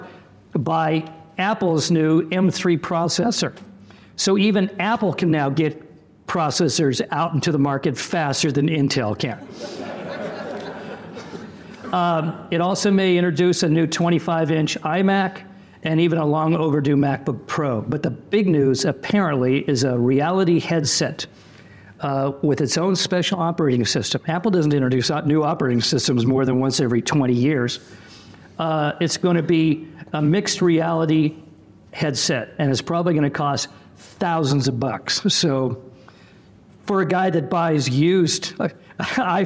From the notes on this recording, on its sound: Today's very special episode was hosted live by the San Jose Rotary Club during their weekly luncheon meeting.